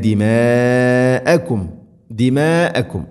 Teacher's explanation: മദ് മുത്തസിലാണ്, നിർബന്ധമായിട്ടും നാലോ അഞ്ചോ ഹർക്കത്തിൻ്റെ ഖദറുകൾ നീട്ടണം